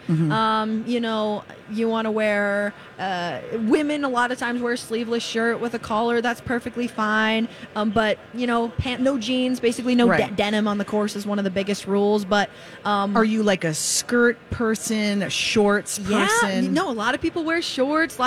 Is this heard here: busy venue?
yes